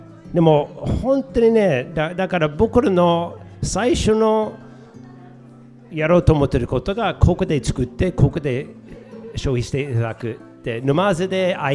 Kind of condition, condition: setting, live audience